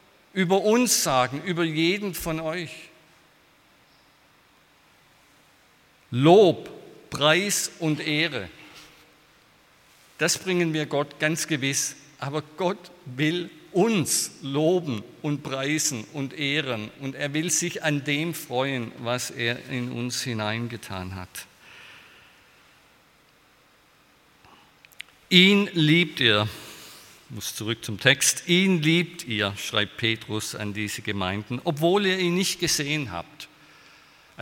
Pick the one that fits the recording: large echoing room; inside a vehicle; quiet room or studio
large echoing room